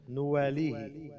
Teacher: أنت قلت نا النون مفتوحة وهي النون عليها ضمة